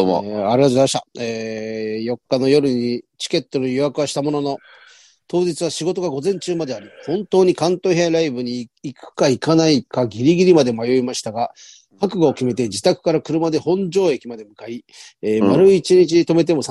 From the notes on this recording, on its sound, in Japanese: ZOOMで収録。